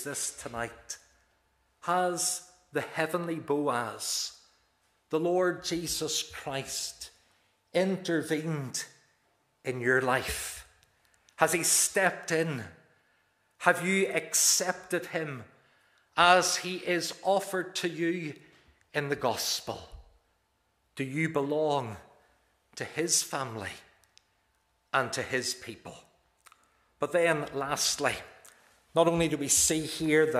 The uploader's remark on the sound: This is the recording of the Bible reading and sermon from our evening service on Sunday 21st May 2023.